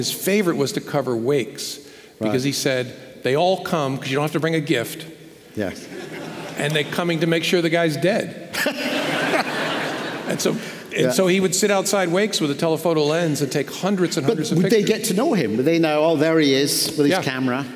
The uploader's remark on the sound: This episode is part two of our live event.